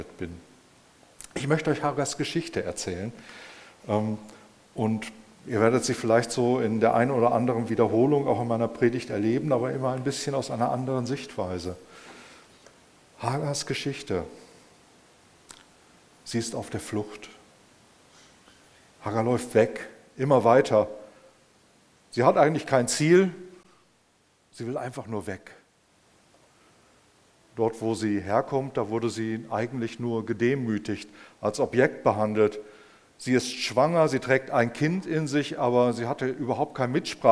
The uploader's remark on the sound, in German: im Rahmen des Gottesdienst mal anders